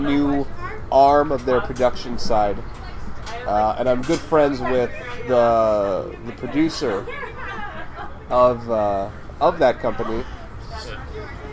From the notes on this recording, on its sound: at Original Chop Shop for lemonades and technical difficulties